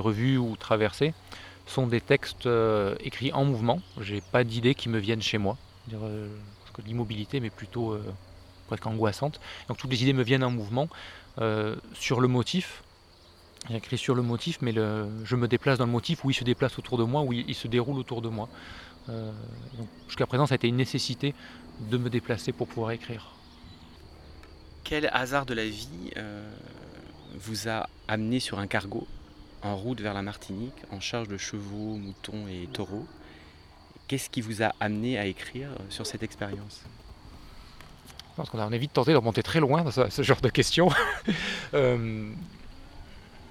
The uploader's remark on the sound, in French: 8ème festival « LA MANUFACTURE D’IDÉES » près de Mâcon. Nous avons enfin réussi à nous croiser au beau milieu de la campagne bourguignonne. Au pied d’un cèdre dans le parc du château d’Hurigny et dans les vignes aux alentours.